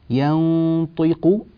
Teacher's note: النون غنتها مفخمة لأجل الطاء